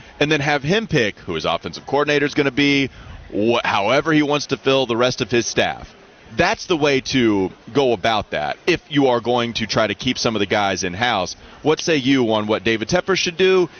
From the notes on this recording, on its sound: live from the Charlotte Auto Show